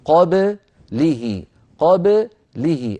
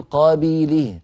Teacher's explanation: من قابله، لمن قابله، قابله، ولا نقول قابيله، لا نجعل الباء فيها شيء من الكسر · Shown in: first take